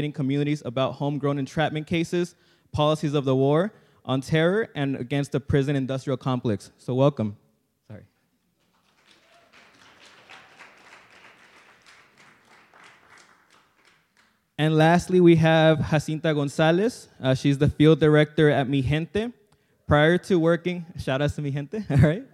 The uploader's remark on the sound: Plenary at DWN's 2016 conference